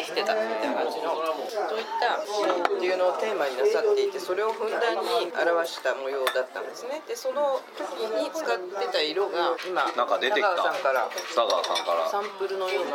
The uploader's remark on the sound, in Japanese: バルで収録したため結構ガヤガヤしてます。